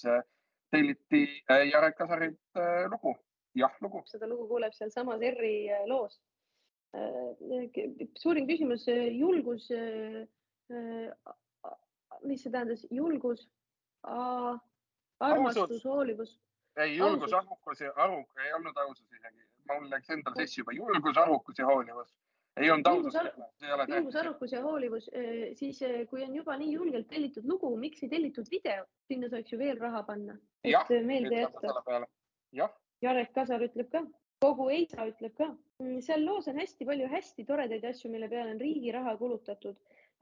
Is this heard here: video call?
yes